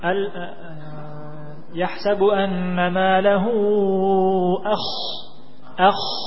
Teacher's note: Rakhawah dan isti'la. Suaranya rakhawah dialirkan dan kemudian lidahnya diisti'la, diangkat ke atas.